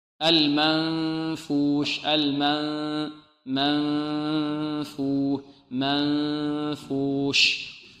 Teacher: الشين هذه كذلك حرف مهموس ورخو